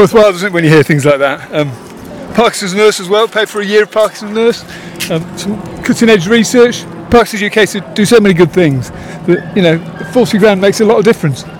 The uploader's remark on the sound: join 300 people Walking For Parkinson’s at London's Battersea Park